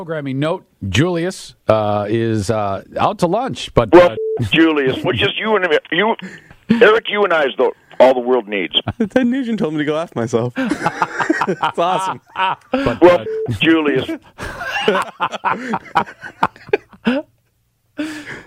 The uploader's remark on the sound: Listeners call in with flea stories.